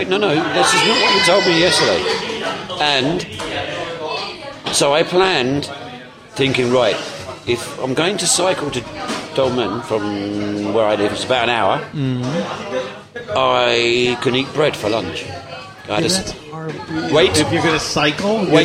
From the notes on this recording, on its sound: This episode was recorded from New York Cafe